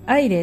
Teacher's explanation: アイレという単語はアイレと分かれて2音節の単語なんですが、最初の1音節目は二重母音になっています